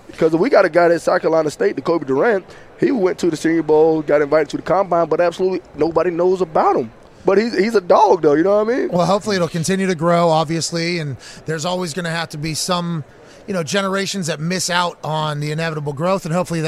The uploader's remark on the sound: LIVE From Radio Row In LA